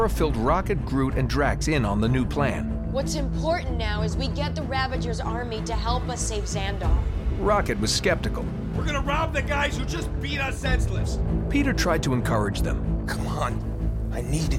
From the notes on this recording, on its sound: Broadcasting live and recorded from Planet Comicon 2017! We’ll take you to a few booths.